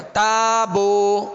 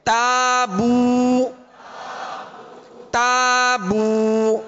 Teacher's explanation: پیش کی ادائیگی میں، کچھ کھلا رکھا، تو اب یہ مجہول طریقہ بن گیا